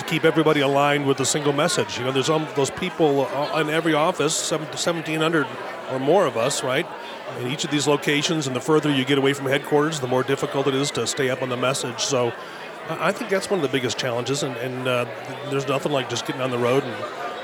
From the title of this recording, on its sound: Live from Utah CEO of the Year Awards